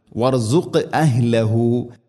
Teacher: വർസുഖ് എന്നത് ഖാഫിന് ഖൽഖല ഖൽഖലയുടെ അക്ഷരമാണ്. ഖാഫ് സുക്കൂനുണ്ട്, ഖൽഖലയുടെ അക്ഷരം. സുക്കൂനാണെങ്കിലും ശബ്ദം ശരിക്കും കേൾക്കണം.